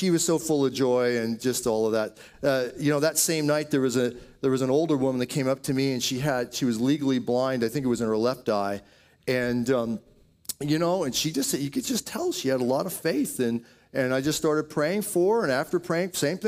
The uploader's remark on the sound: Audio Sermon from Passion Church